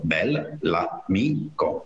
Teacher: il bel si divide, per così dire, tra la prima sillaba con una sola L e la seconda sillaba che già fa parte di amico con l'altra L · Term: l'elisione